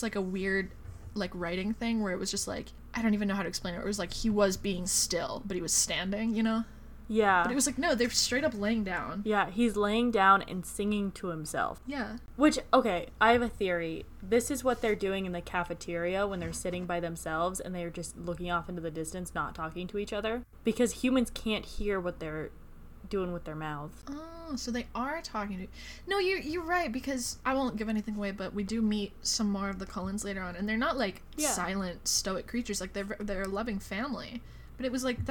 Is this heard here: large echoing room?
no